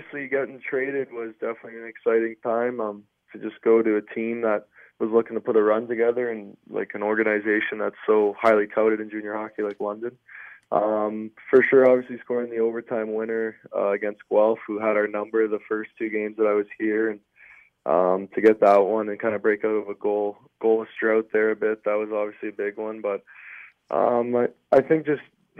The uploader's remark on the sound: chat over the phone